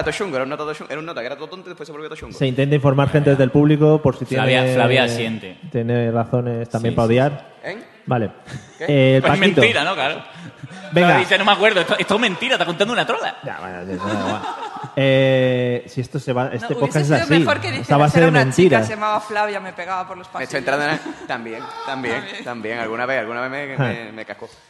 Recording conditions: live audience